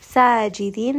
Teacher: Seen here is going to have safir, so it does have a little bit of that whistle. ساجدين. This is going to be a two count med, and then we end on a four count med عارد للسكون.